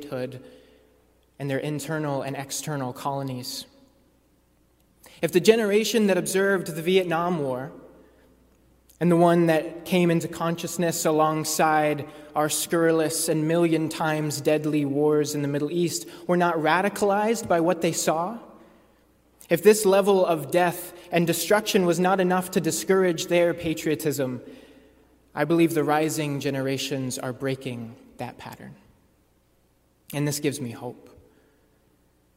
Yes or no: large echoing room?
yes